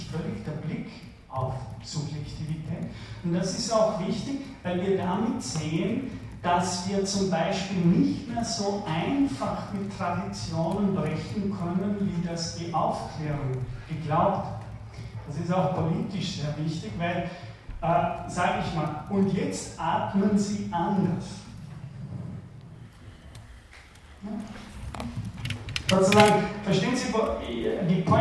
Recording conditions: large echoing room